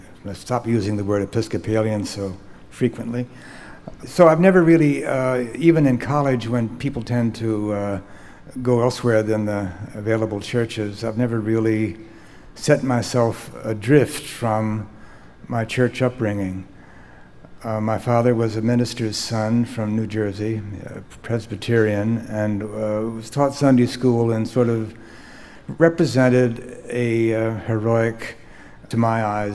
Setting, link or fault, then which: setting, live audience